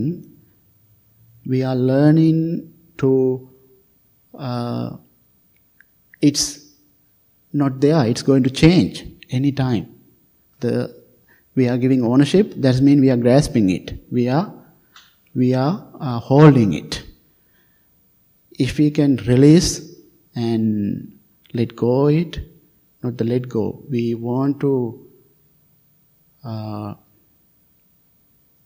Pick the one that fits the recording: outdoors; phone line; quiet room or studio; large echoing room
large echoing room